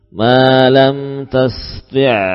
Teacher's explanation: suara ain terdengar bersambung tasti'alayh ya tidak terputus gharabat taqridhuhum gharabat ta hamas tidak kita